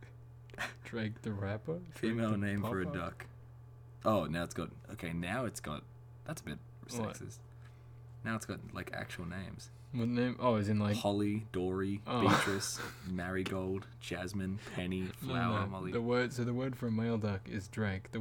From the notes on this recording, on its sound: Apologies for the droning in the background.